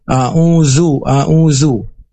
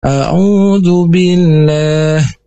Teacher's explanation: Dan kalau huruf Da, a'udzu billah, ujung lidah keluar sedikit menyentuh ujung gigi atas · Shown in: second take